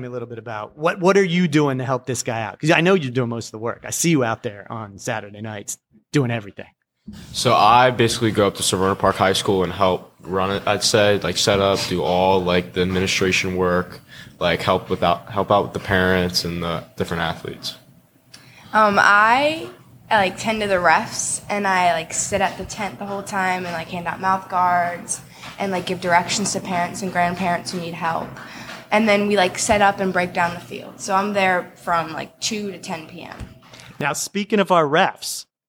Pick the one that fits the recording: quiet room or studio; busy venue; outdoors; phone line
busy venue